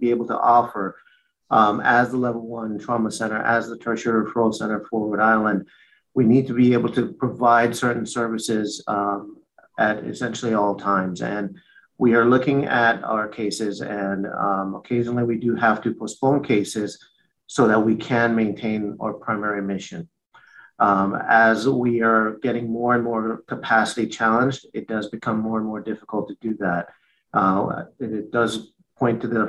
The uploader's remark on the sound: From a virtual press conference held on December 9, 2021.